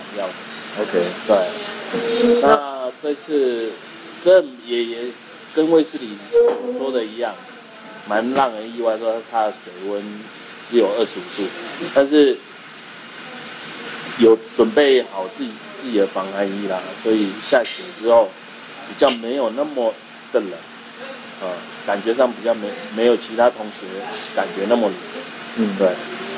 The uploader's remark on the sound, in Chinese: 我們移地來到了 菲律賓 八打雁 的 阿尼洛(Anilao)，錄製過程中因為在度假村餐廳，收音方面可能會有些許雜音，請各位聽眾多多見諒～。